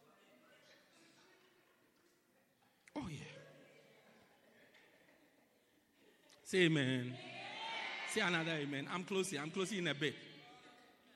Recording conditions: large echoing room